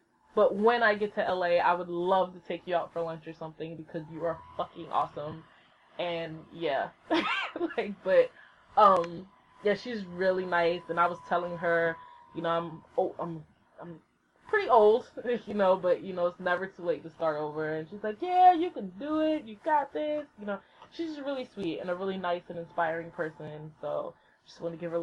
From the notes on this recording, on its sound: The sound quality is a little funky. I didn't realize how loud the laptop is, but I cleaned it up the best I could, sorry.